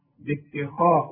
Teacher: رقق التاء فخم الخاء. باتخاذ، وطلع لسانك زي ما انت عارف الذال.